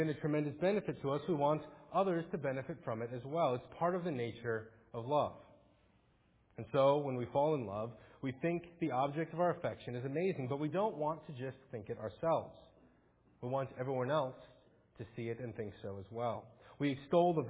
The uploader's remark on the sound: Faith Presbyterian Church – Morning Service